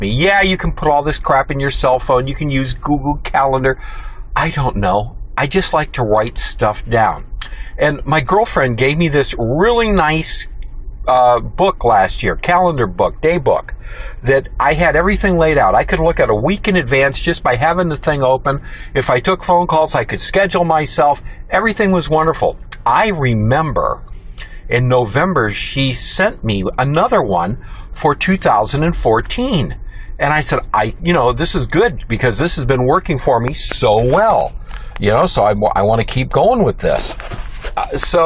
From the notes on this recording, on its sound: Recorded live in my car while I was working.